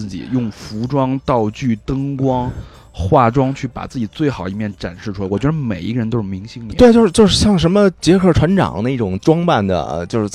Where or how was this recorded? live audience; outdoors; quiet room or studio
outdoors